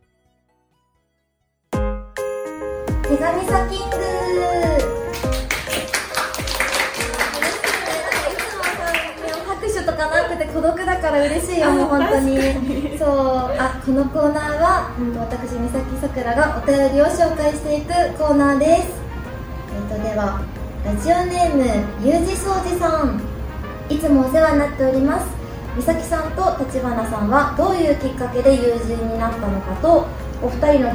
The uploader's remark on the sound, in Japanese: 番組初となる公開収録が開催！